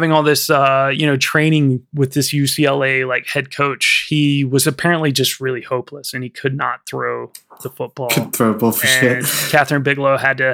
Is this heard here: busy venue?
no